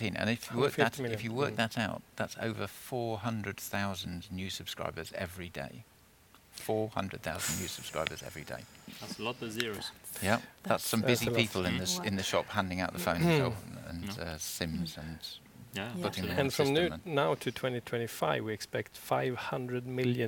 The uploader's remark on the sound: Live on LinkedIn. Actually recorded the podcast live in Ericsson's showroom.